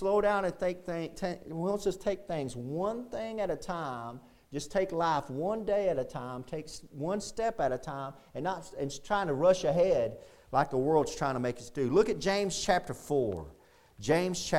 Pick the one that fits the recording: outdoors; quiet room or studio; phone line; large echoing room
large echoing room